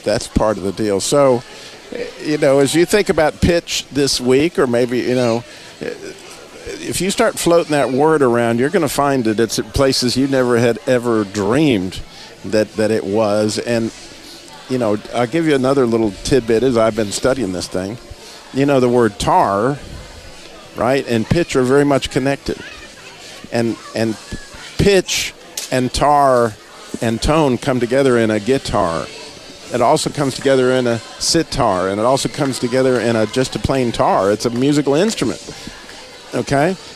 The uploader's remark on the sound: live from the Middle Eastern Christian Festival in Kernersville, NC.